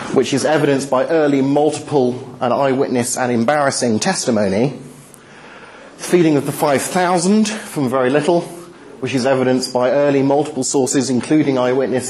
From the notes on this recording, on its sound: Talk delivered at the Highfield Church Reasonable Faith course 20/03/11